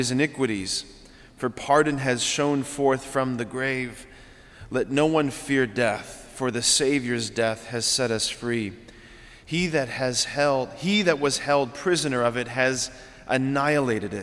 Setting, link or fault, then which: setting, large echoing room